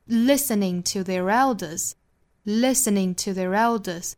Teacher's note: listening 这个单词是有三个音节的，只有第一个音节重读，后面两个弱读，所以跟 to 和 their 是一样的弱。listening to their elders。所以中间我们发现是有四个音节都是做弱读的。哒哒哒哒哒哒